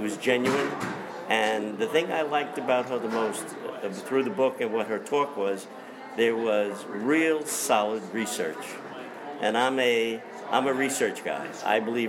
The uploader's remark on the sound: spoke to more than 500 people at the Ramsey High School auditorium